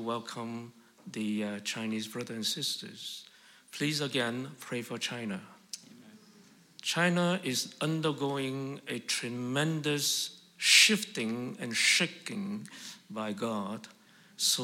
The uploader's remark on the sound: This message was preached in a special meeting where four different congregations, which are using the same building, were gathered together